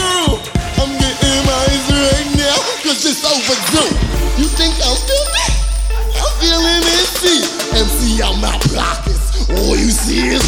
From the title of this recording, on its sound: Live from SXSW